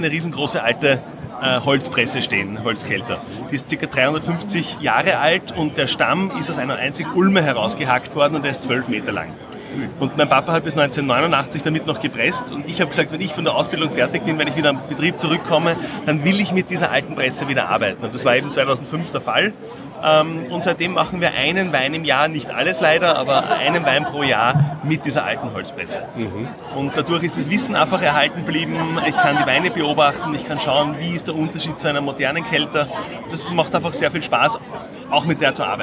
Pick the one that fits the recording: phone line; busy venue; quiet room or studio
busy venue